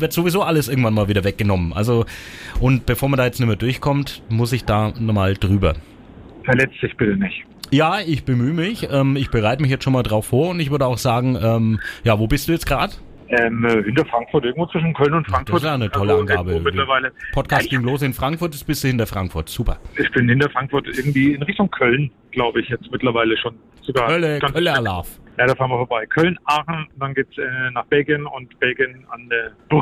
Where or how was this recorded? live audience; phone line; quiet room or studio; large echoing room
phone line